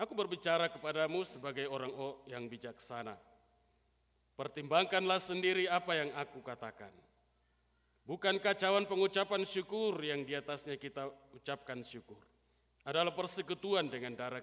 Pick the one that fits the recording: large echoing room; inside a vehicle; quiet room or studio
large echoing room